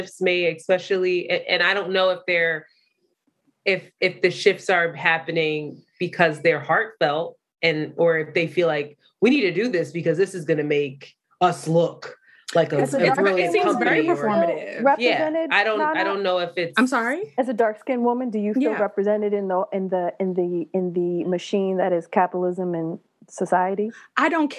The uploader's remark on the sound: Technology hated on us again and we had to use zoom audio